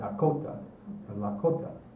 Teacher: the proper pronunciation is usually the accent on the second syllable